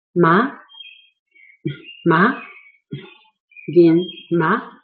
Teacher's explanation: It's a rising tone, so you start with middle level at 3, and then you rise it to 5.